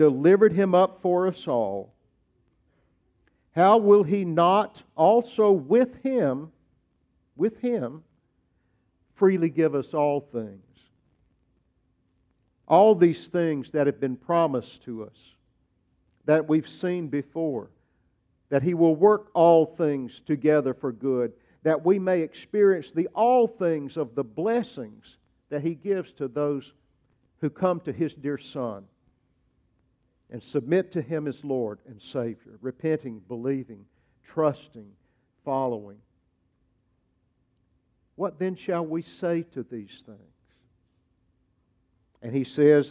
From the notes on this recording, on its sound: preached at Grace Baptist Church